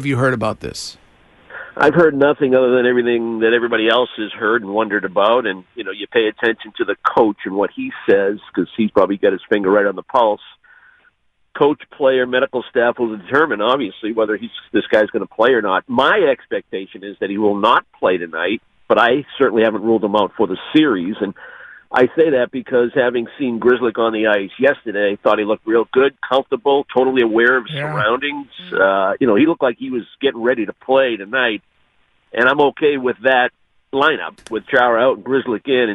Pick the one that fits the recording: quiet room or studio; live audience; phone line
phone line